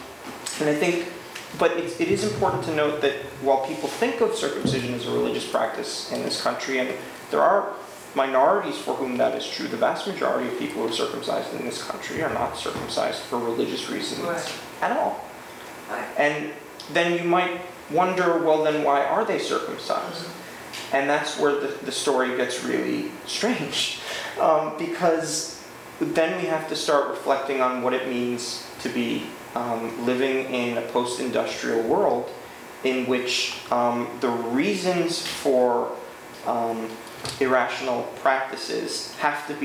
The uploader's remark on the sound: This is a recording of the Q&A from the Boston screening of Cut. The screening took place at the Jamaica Plain Cohousing.